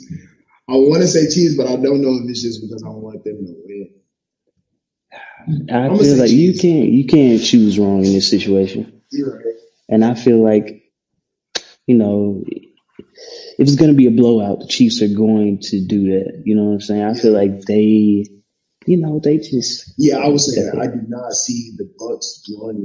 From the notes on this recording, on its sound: Audio Issues. We weren't in the best setting to record, and we didn't have all of our equipment.